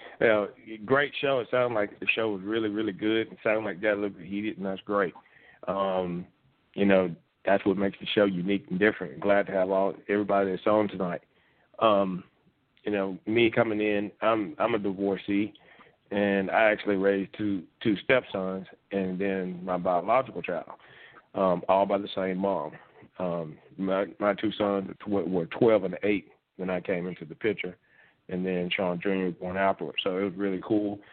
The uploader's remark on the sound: We present those questions to you on this week's live call-in edition of the Talk 2 Q Radio Show.